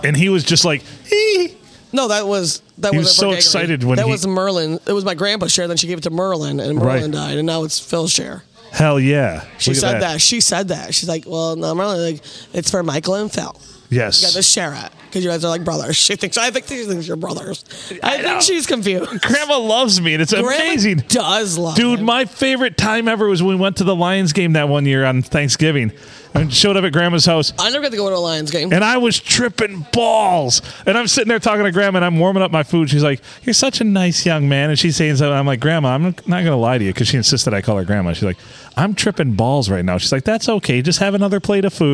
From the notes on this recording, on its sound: Recorded at the Blue Water "Sports" Bar and Grill on a Sunday.